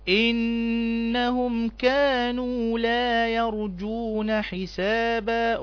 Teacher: حرف غنة مشدد، يبقى تأخذ حركتين · Term: غنة حركتين